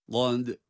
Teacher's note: Gaf kalın, dal ince.